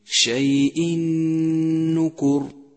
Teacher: دخل التنوين بحرف النون وشدد حرف النون واستغرق زمن الغنة حركتين · Term: إدغام